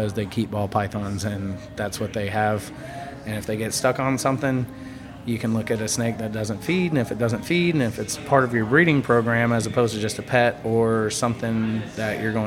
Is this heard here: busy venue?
yes